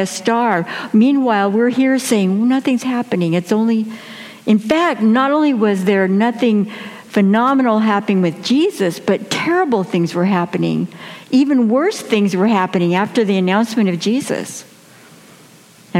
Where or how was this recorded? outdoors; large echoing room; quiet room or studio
large echoing room